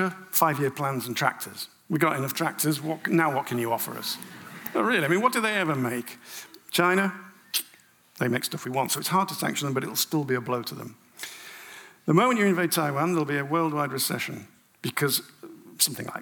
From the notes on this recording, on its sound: An Intelligence Squared live event. At London’s Conway Hall. It was a packed house.